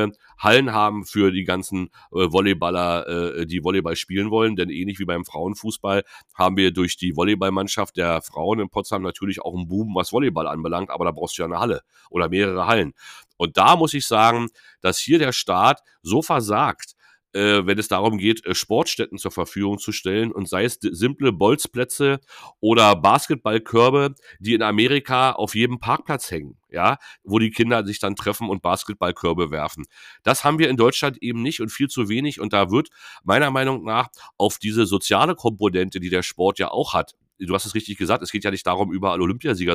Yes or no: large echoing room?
no